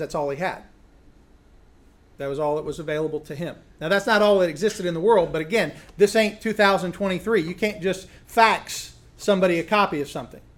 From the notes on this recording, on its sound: a recent lecture he gave at Sovereign Grace Academy